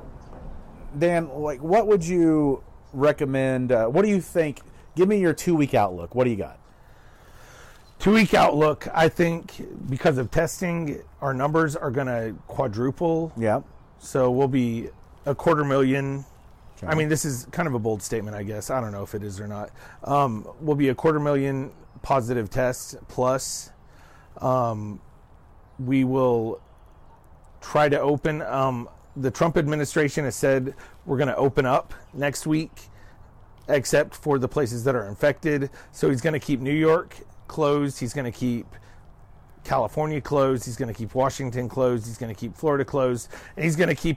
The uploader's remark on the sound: They’re out on the patio today talking politics! The audio quality is a bit lower than normal due to the outdoor recording.